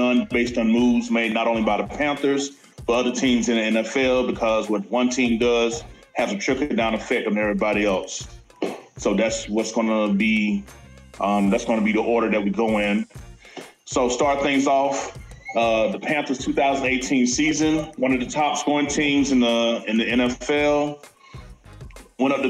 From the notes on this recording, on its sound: Our sound quality isn't the greatest just yet.